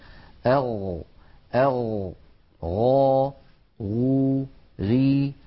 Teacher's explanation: وهي أيضا حرف رخو، يعني قابل للمط، فصوتها قابل للتطويل · الغين تتصف بأنها مجهورة، يعني لا يجري معها النفس، لذلك ليست من حروف سكت فحسه شخص.